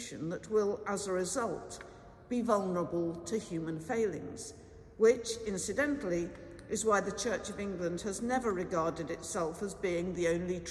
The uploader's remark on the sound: Has been collated from archive live music recordings together with prayers, sermon and readings for the appointed day specially recorded in church and in people's homes. This service is sung by our professional St Bride's Choir.